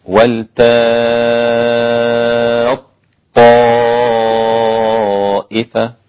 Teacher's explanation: أبدلت الهمزة، بدل ولتأتي ولتاتي ولتاتي، وأدغمت التاء في الطاء فأصبحت ولتاطائفة هكذا النطق للسوسي عن أبي عمرو البصري. · Term: الإدغام الكبير